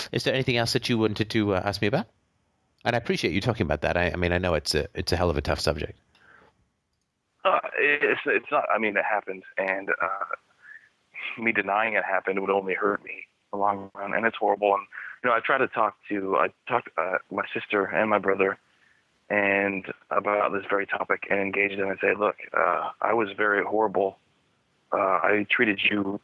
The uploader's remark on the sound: Wednesday Call In Show.